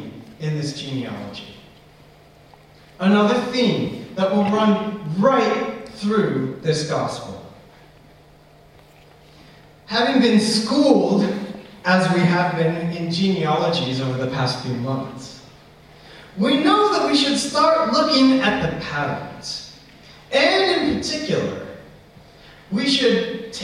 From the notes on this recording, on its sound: Apologies for sound quality. This recording was accidently recorded via the recorder's built in microphone and not properly connected to the church PA system.